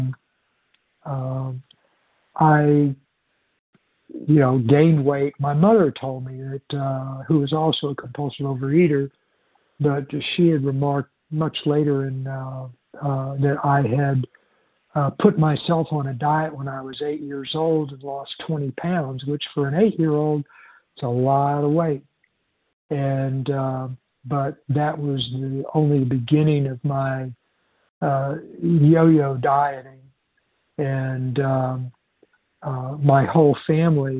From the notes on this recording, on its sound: 100 Pounders Phone Meeting